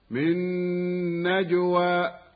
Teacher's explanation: ما يكون، مد طبيعي، من نجوى، النونان يسمى إدغامهما إدغاما بغنة، أو يسميان إدغام مثلين صغيرا، ولا بد من الغنة بمقدار حركتين في النون، لأن المدغم فيه نون